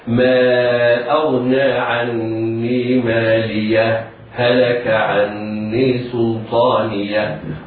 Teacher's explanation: هنا يجوز للقارئ في حال وصل الآيتين بعضهما ببعض، يجوز للقارئ وجهان: الوجه الأول الإظهار مع السكت سكتة لطيفة